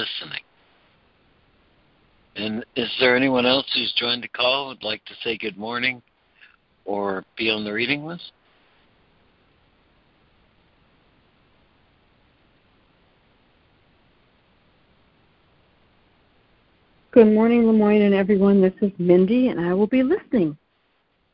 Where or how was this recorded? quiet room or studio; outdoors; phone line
phone line